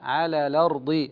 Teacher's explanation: على الأرض اللام في على، وكذلك الأرض مرققة